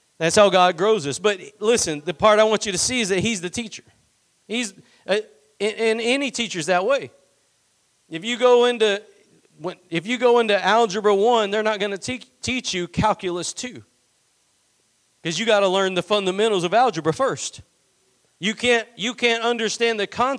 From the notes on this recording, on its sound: Preached at Gospel Lighthouse in Bossier City, La.